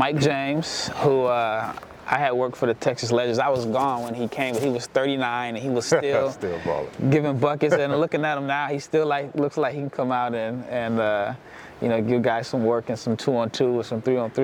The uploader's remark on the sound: Live from the NTX Combine